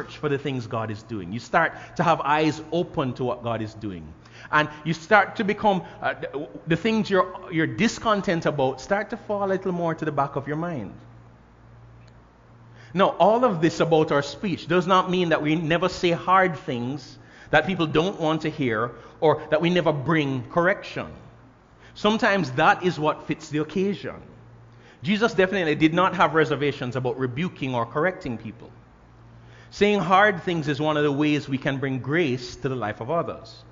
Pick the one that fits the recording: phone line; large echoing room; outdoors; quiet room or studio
large echoing room